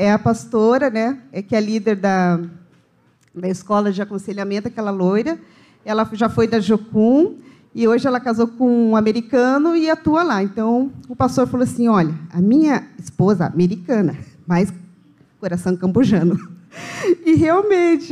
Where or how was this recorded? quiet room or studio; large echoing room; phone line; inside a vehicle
large echoing room